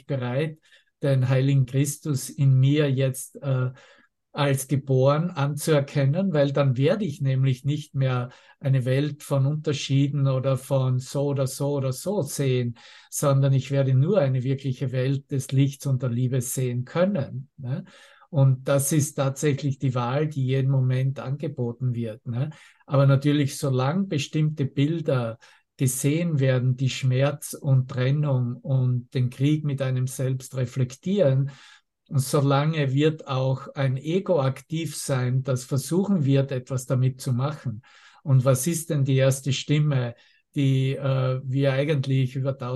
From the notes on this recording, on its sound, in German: Zoom-Session. Veranstaltet von der Aleph Akademie.